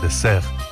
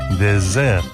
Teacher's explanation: La diferencia consiste en que désert, desierto, se pronuncia con una S sonora, como la que antiguamente tenía el castellano · Shown in: second take